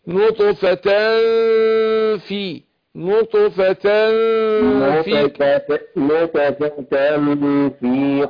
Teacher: برضو هي نطفة ده اخفاء. برضو نون التنوين جي بعدها فاء نخفي نون التنوين عند الفاء